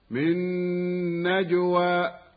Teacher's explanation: النونان يسمى إدغامهما إدغاما بغنة، أو يسميان إدغام مثلين صغيرا، ولا بد من الغنة بمقدار حركتين في النون، لأن المدغم فيه نون، والجيم الساكنة حرف قلقلة.